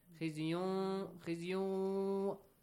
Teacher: tanween plus waw, merge them